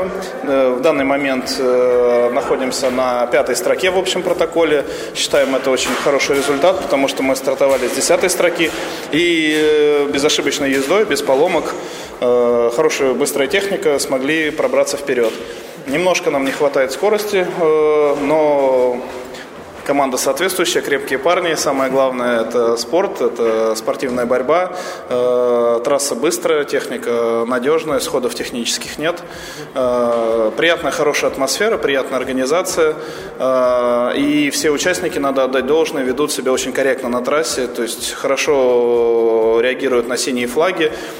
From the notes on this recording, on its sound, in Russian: Выпуск, который вы слушаете, был записан во время картинг-марафона «Бодрое Межсезонье. Гонка проходила 24 ноября 2013 года в Москве на территории картодрома «FORZA Волгоградка».